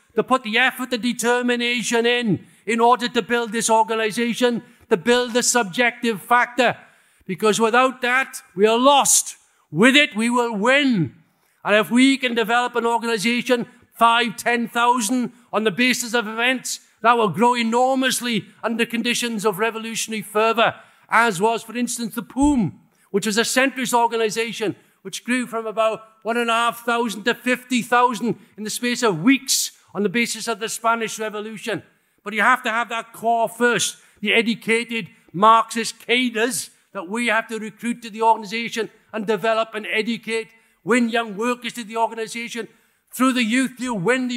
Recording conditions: live audience